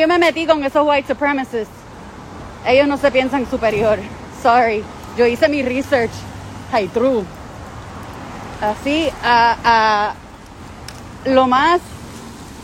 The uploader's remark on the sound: this live walk and talk